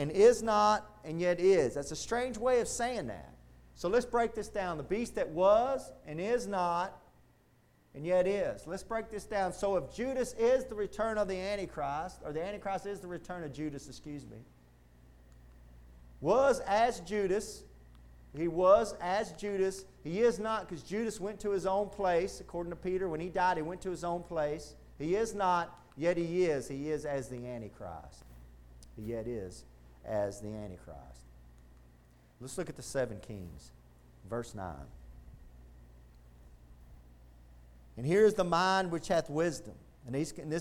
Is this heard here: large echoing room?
yes